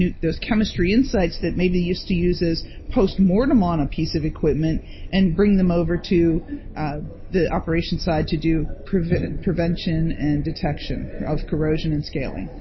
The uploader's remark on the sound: Live from the ARC Americas Forum 2022.